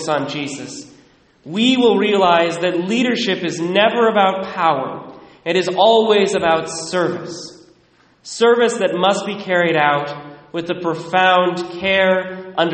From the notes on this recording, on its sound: Recorded at Immaculate Heart of Mary in Sedro-Woolley, 11:15am Mass